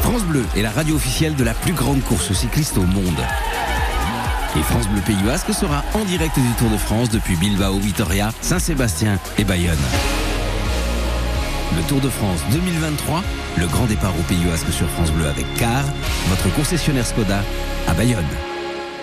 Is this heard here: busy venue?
yes